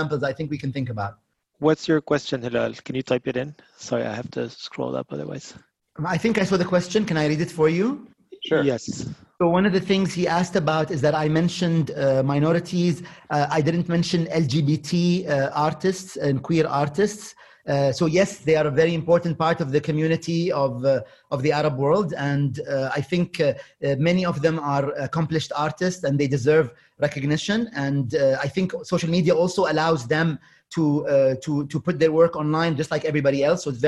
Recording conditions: video call